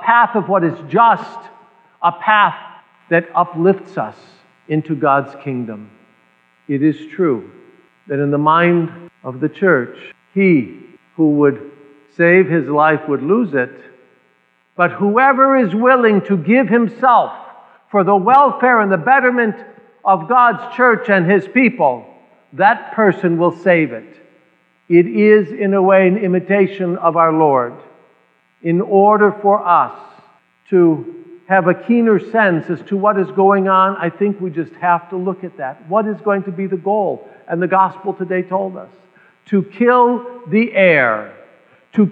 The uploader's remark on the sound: the First Bridegroom Service held at the Holy Cross Church in Farmington Hills, Michigan